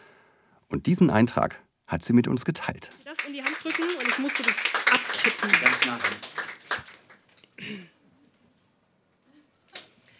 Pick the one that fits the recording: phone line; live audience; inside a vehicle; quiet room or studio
live audience